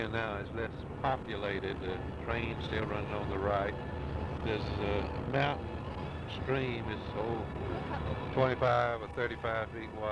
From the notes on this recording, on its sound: Later they took the tape recorder while touring and it is a lot of the tour guide narrating and some tour guide Q&amp;A. Rome Tour, Italy 1975. Compare & contrast Germany & Italy from the side of the road. They started in Venice.